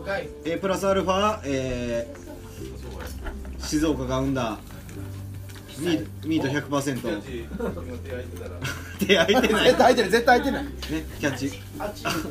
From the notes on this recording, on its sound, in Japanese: 神戸、SPACE DOG!RECORD(お店)より。